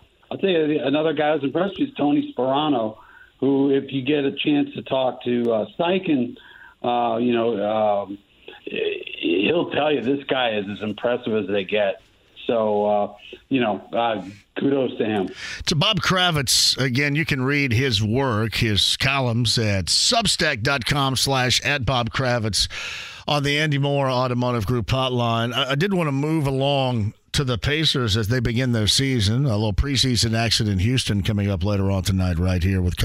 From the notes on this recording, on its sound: opens the phone lines up and takes some calls!